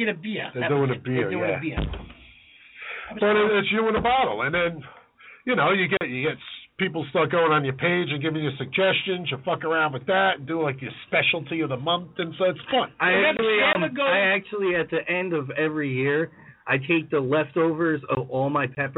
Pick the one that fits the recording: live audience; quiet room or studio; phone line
phone line